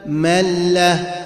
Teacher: وسمي الإدغام بدون غنة كاملة لأننا ندغم النون تماما ولا نبقي شيئا من صفاتها